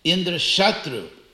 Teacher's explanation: Indra Shatru, with the accent on Sha